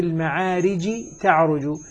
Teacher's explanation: فهنا الجيم أدغمت في التاء وهي طبعا إدغام كامل أصبحت تاء مشددة